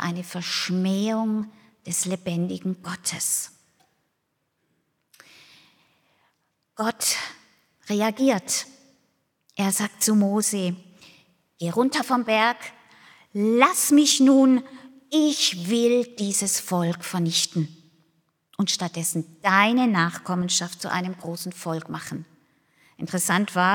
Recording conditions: large echoing room